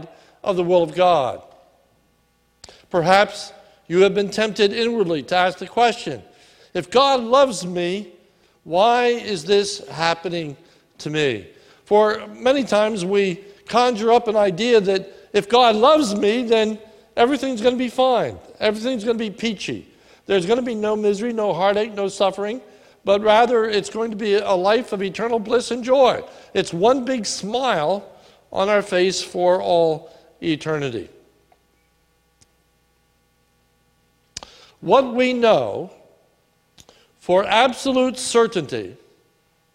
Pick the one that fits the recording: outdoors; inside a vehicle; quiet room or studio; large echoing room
large echoing room